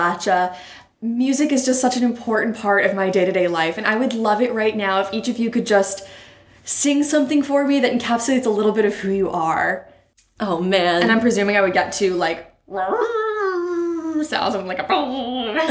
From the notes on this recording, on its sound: For once, come into the forest with us, let's take a leisurely stroll by the riverbank. If it sounds like we're recording from deep within a spooky well?